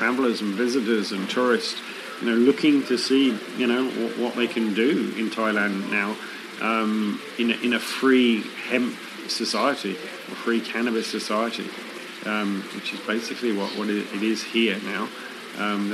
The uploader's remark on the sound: Recorded in Thailand during the Asia International Hemp Expo. Recorded in Thailand during the Asia International Hemp Expo.